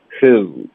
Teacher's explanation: who 这个开头嘴唇是放松的 who 结尾嘴唇嘟起来